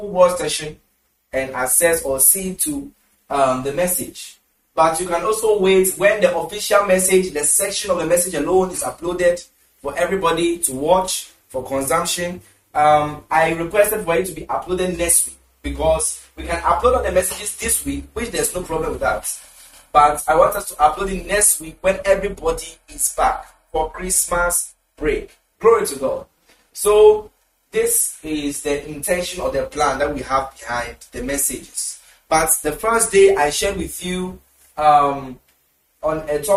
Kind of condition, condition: setting, large echoing room